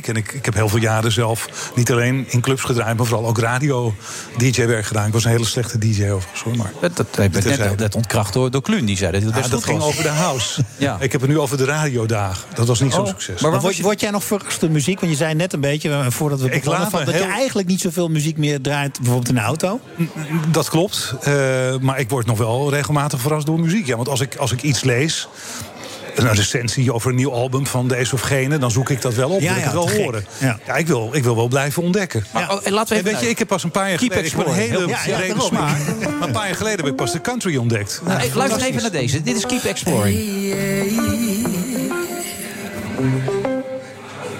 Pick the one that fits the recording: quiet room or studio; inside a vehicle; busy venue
busy venue